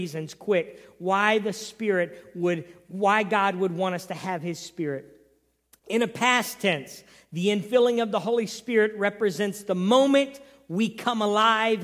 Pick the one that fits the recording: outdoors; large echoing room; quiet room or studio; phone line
large echoing room